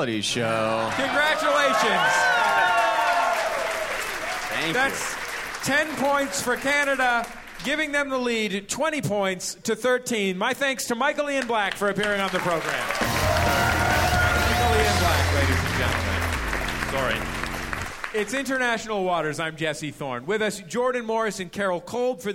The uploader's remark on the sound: Recorded live from the inaugural MaxFunConEast.